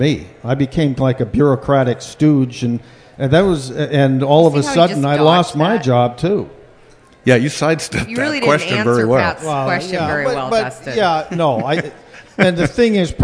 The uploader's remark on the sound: celebrate the 100th episode with 10,000 of their closest friends and fans of the podcast live at Third Place Commons